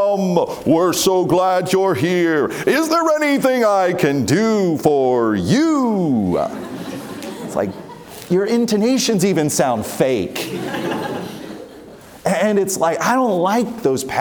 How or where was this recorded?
live audience